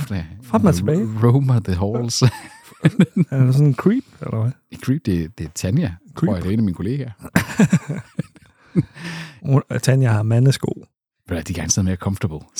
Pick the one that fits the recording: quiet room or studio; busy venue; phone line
quiet room or studio